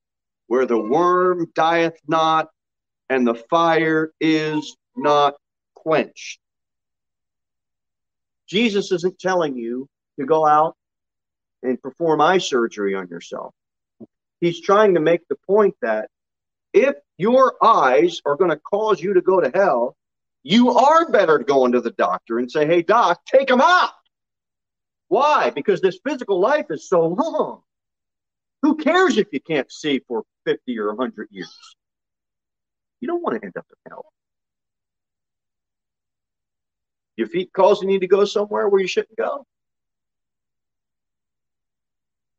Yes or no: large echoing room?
yes